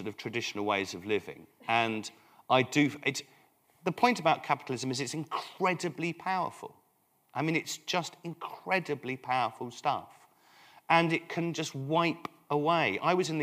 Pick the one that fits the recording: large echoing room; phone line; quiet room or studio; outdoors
large echoing room